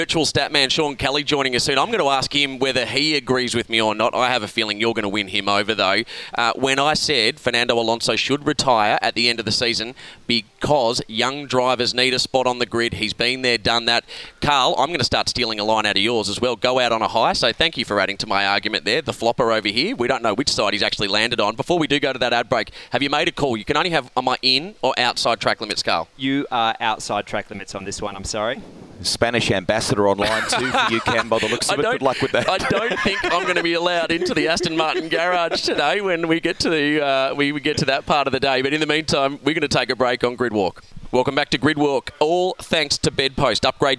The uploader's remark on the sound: live from the Singapore Grand Prix